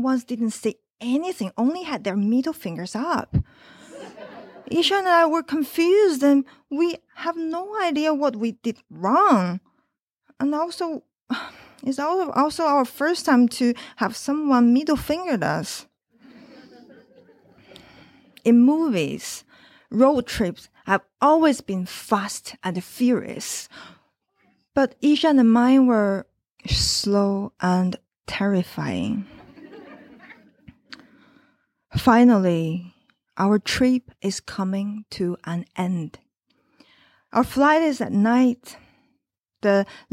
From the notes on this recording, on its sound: This show was performed at the Fringe Club in November 2022 in front of a live audience.